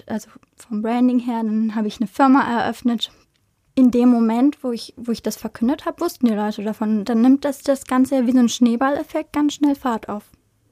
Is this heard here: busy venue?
no